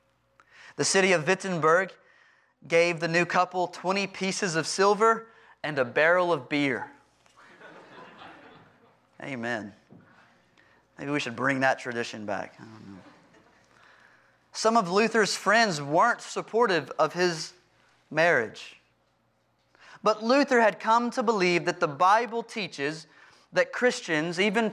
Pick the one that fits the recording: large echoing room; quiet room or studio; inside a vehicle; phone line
large echoing room